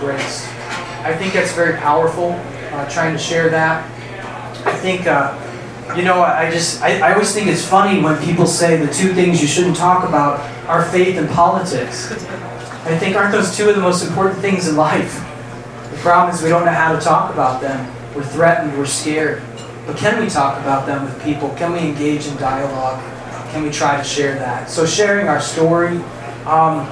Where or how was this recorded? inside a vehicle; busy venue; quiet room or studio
busy venue